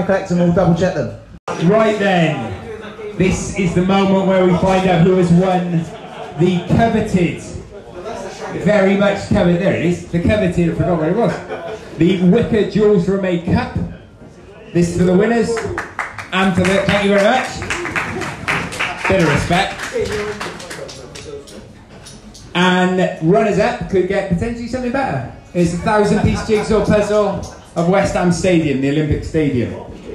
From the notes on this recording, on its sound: Live at Little Man Coffee. Our 4th live show of the year and our third football quiz in aid of The Wallich from Little Man Coffee in Cardiff.